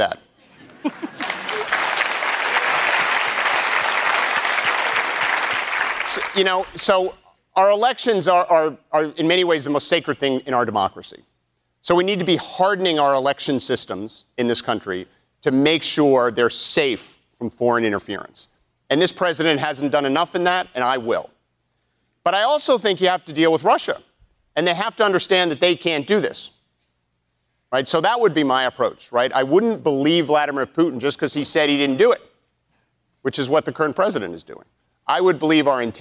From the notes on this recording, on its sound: during a live town hall